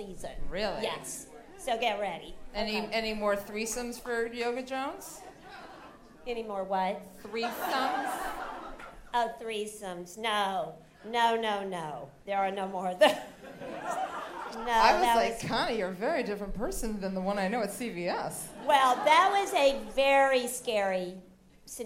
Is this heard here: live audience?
yes